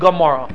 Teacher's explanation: The Amora has the ayin, so the ayin becomes like a G sound